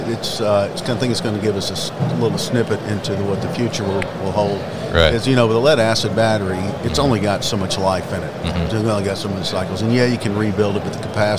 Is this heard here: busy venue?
yes